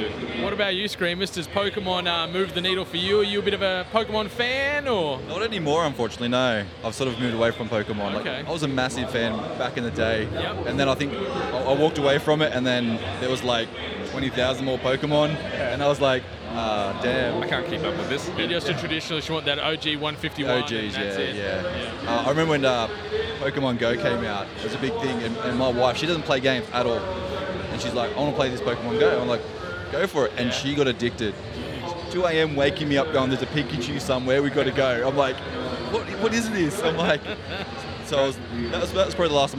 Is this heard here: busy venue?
yes